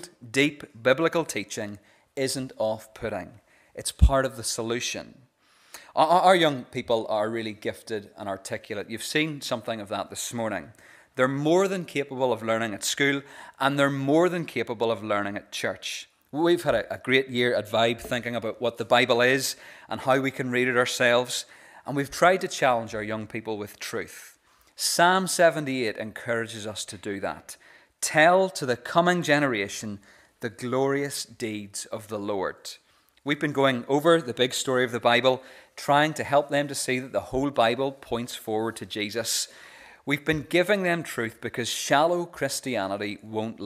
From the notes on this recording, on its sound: This is the recording of the Bible reading and talk from our Vibe service